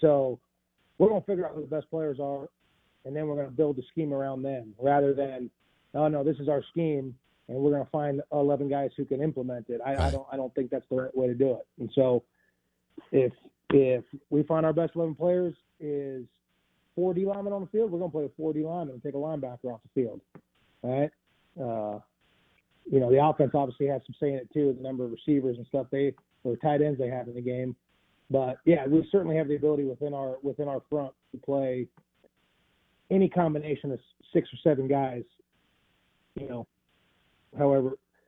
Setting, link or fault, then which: link, phone line